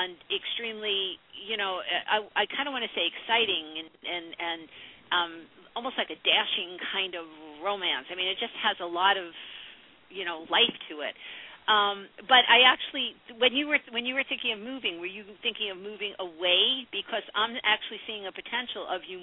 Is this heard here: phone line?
yes